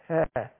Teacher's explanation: الهواء ما بتحبس، بيمشي كده باحتكاك بسيط جدا، ولذلك بنقول الهاء من حروف الهمس، حرفه هاء.